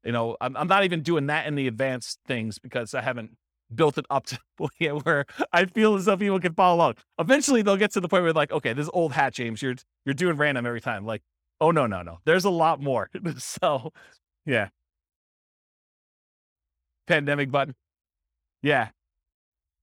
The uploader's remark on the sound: This was a live class recorded